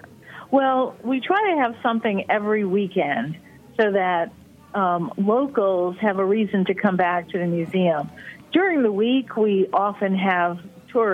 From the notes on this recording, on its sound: by phone